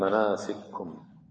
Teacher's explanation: لم ينقل عن أبي عمرو أنه أدغم إلا في مناسككم ومسالككم